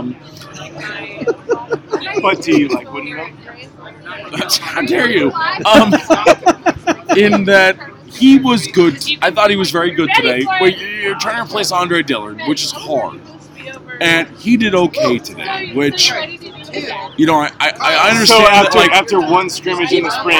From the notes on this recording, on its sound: Live show! From the postgame tailgate. We hauled our microphones and computers over the mountains and then hauled them out to record a podcast after watching the spring game. There were too many people to name.